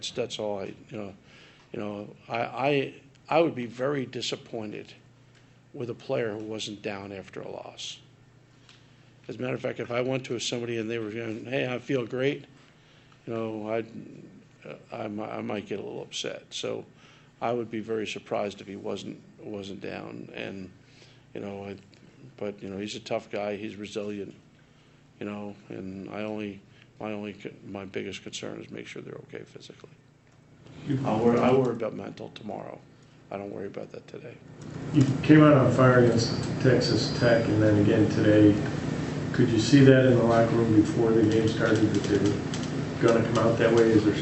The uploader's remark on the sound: Press Conferences & Post-Game Interviews